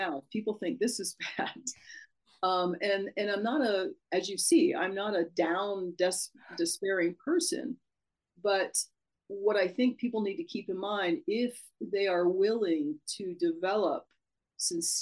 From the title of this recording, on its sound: Zoom Chron Interview